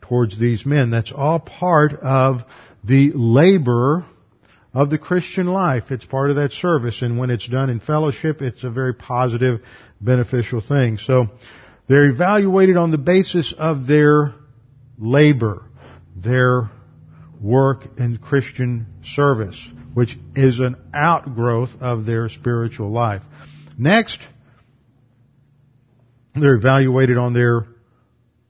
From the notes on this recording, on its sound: Revelation class taught at Preston City Bible Church before moving to West Houston Bible Church.